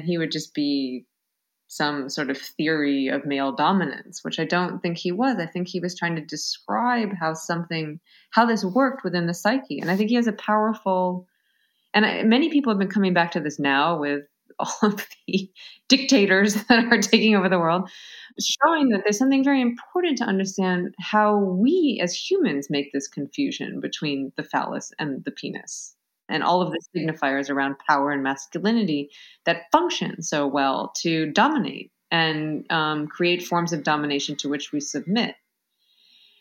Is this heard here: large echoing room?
no